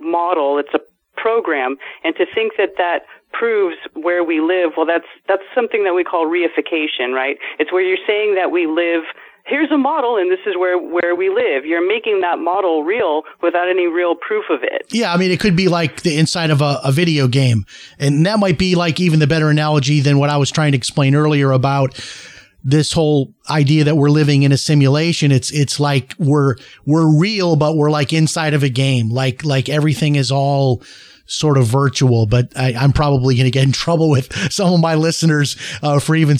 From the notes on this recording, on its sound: opens up the phone lines and even a former commercial pilot calls